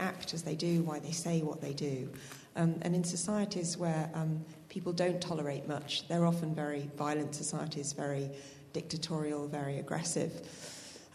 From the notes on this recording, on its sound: This lecture is part of the University's Gifford Lecture series. At the University of Edinburgh's Playfair Library Hall.